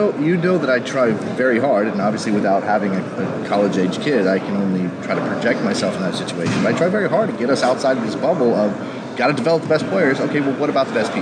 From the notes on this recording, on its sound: Live from the 2016 NSCAA Convention in Baltimore, Maryland.